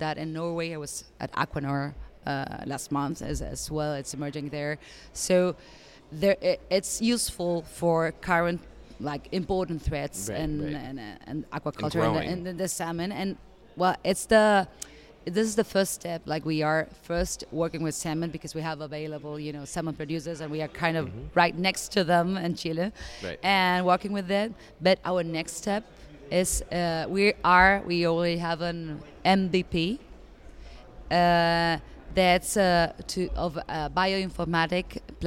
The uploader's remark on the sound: Aquademia Live! From the Responsible Seafood Summit 2023